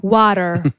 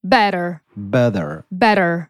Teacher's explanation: on jest bliski głosce D, ponieważ to jest T, które jest jednak trochę dźwięczne. Tak jak w wyrazie water, bliżej mu do D niż do T. · Term: flap T